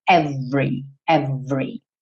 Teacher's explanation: A pronúncia padrão é essa segunda que aparece aqui com o ezinho do meio pintado de cinza, porque ele não vai ser pronunciado, e aí você vai ter every, every, tá? Do V vai direto pro R.